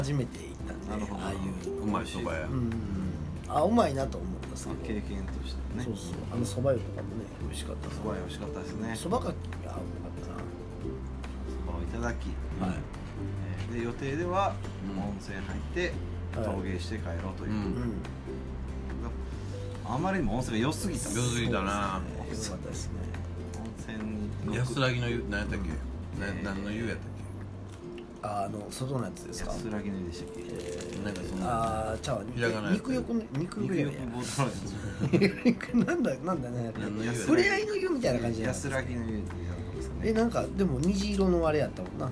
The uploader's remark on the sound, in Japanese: 神戸、SPACE DOG!RECORD(お店)より。